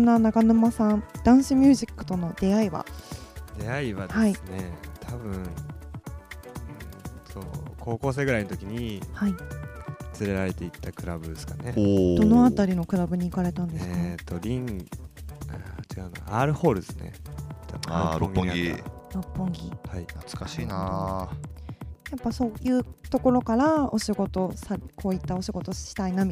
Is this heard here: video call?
no